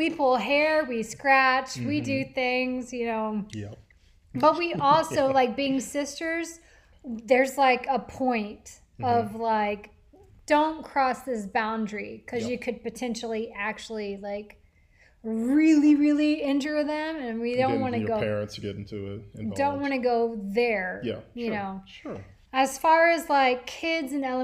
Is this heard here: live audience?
no